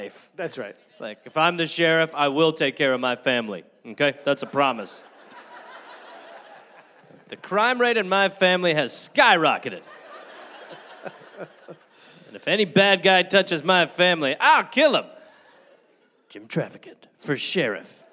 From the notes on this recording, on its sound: Recorded live in Columbus.